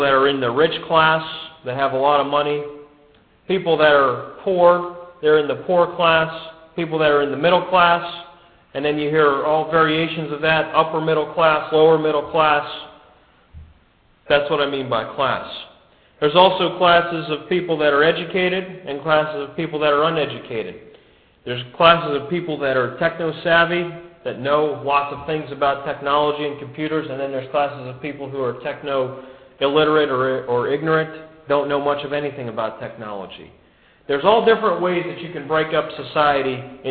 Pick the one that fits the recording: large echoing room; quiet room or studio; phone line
large echoing room